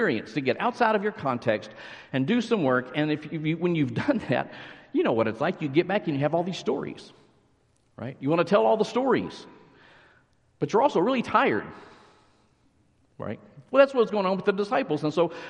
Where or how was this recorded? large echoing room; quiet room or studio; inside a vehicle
large echoing room